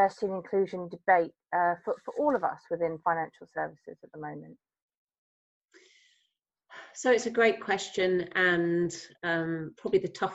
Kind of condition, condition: link, video call